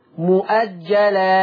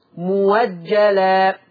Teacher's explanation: ورش هيشيل الهمزة المفتوحة ويبدلها بواو مفتوحة · Shown in: second take · بشرط إن يكون قبلها حرف مضموم.